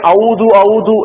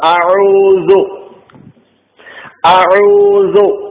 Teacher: അയിനാണെങ്കിൽ തൊണ്ടയുടെ മധ്യഭാഗത്ത് നിന്ന് ഉത്ഭവിക്കേണ്ട അക്ഷരമായിട്ടാണ് പഠിപ്പിക്കപ്പെട്ടിട്ടുള്ളത് · Shown in: second take